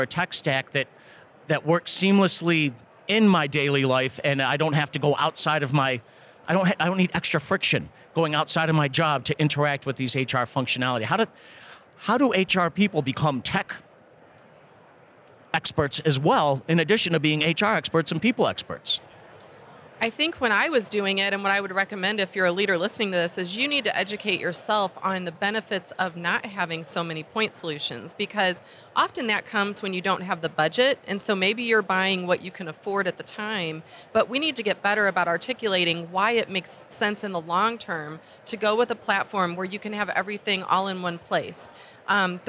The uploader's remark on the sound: We continue our series live from the floor of the 2023 HR Technology Conference.